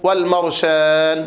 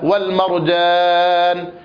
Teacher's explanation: ينبغي على القارئ أن يحرص على بيان الجهر والشدة خصوصا في حرف الجيم · Shown in: second take